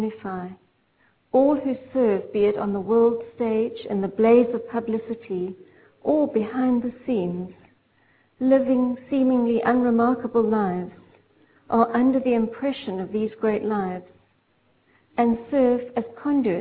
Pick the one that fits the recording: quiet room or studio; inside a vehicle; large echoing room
large echoing room